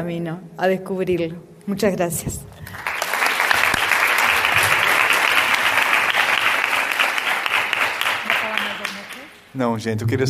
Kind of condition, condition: setting, live audience